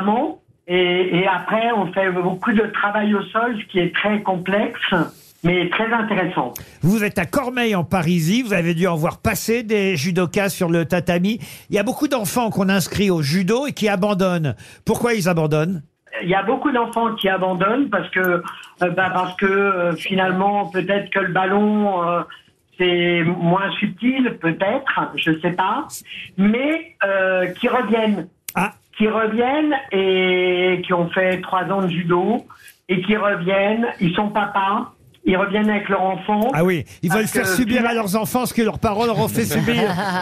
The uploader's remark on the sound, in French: Était au téléphone des Grosses Têtes.